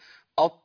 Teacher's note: الطاء بتطلع منين؟ طرف اللسان مع اصول الثنايا